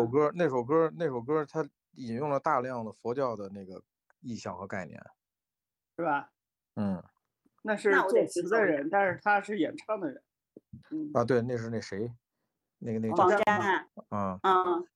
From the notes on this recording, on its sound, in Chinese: 本期节目为腾讯会议线上录制，音频质量可能会带来的听感欠佳